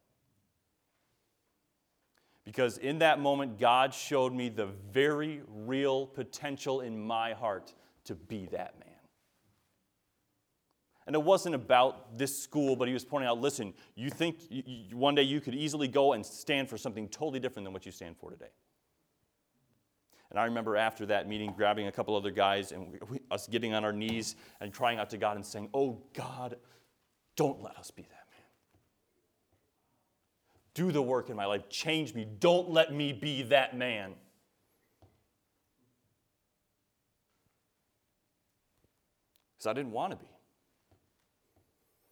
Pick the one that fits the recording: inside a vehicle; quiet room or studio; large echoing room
large echoing room